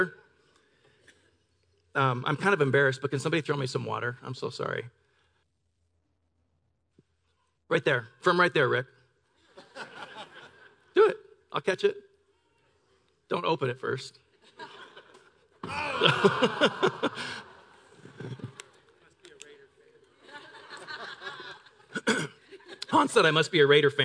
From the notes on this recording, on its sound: Delivered on 9 December 2018 at Grace Church of La Verne